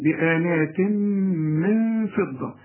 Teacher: في هنا إخفاء بغنى